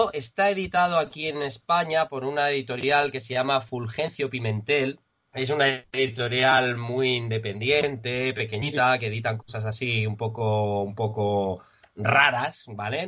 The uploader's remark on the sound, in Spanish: Podcast grabado de manera excepcional esperamos online debido a la cuarentena.